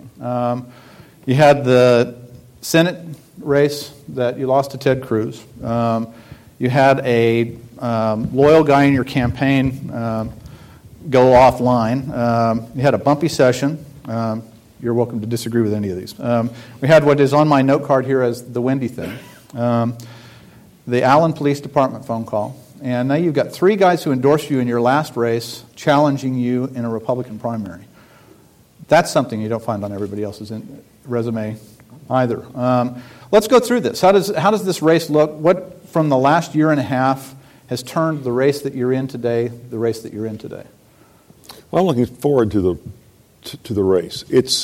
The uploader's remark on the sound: during a one-on-one conversation of The Texas Tribune Festival